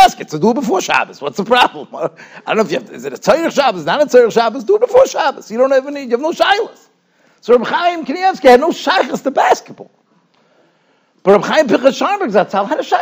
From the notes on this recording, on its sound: Shiur recorded in Yeshivas Ohr Reuven, Monsey, NY.